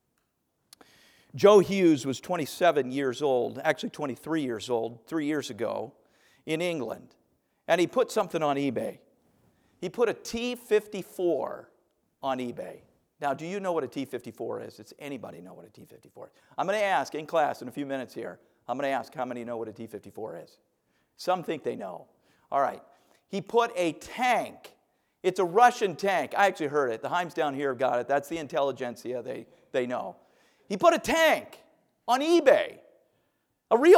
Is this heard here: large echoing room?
yes